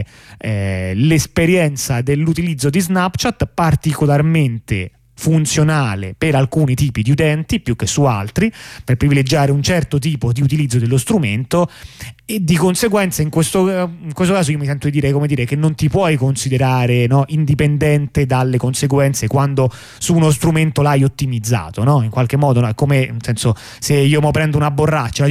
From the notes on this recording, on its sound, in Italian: ne parliamo al telefono con due compagni